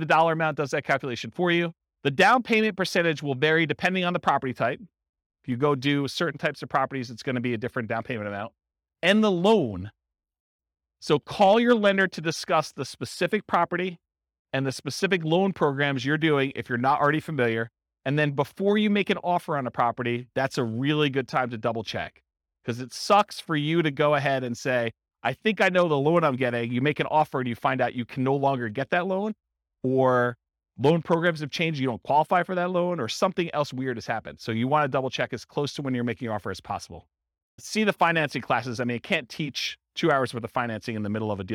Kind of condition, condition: setting, live audience